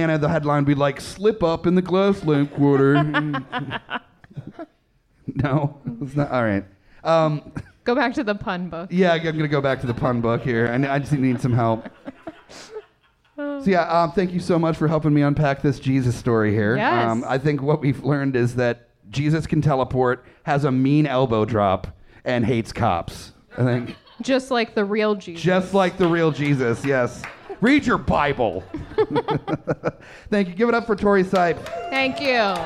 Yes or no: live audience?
yes